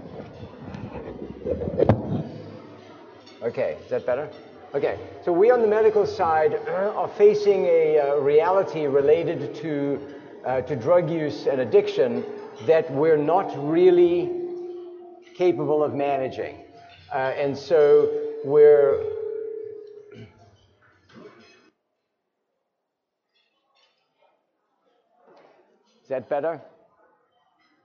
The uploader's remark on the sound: Doing RC2C from San Antonio at the 42nd annual TAAP Conference in San Antonio, TX. Here is the luncheon presentation from Day One.